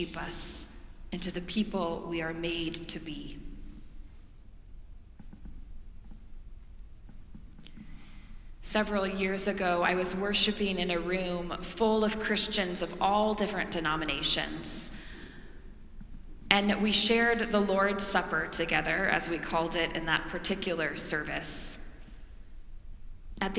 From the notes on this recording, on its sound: preached during our Maundy Thursday worship service